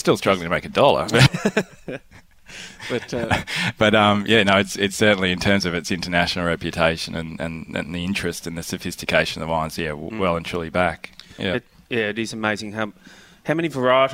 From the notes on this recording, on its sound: Healesville OB. Host a fun filled Outside Broadcast from the Graceburn Wine Room in Healesville.